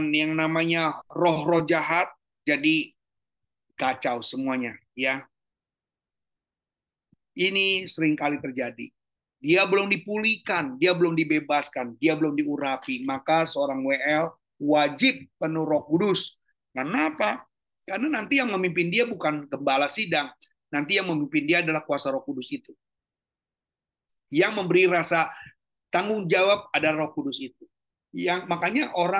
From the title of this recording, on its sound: Audio Zoominar